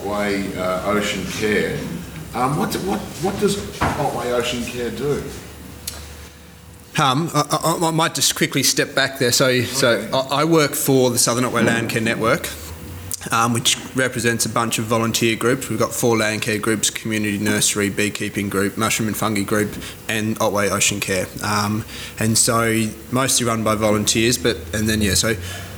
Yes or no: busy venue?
yes